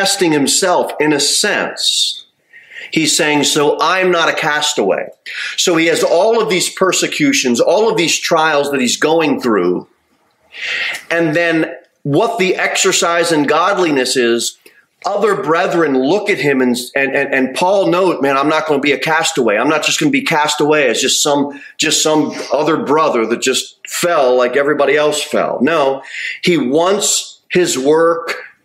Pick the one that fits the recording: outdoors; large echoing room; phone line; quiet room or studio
large echoing room